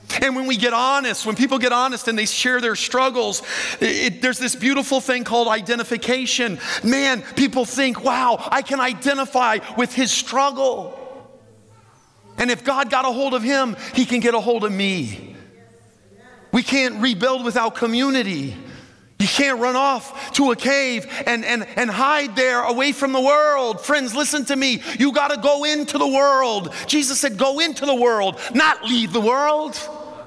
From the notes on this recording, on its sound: This content is from the Tuesday morning main session at the 2023 Propel Conference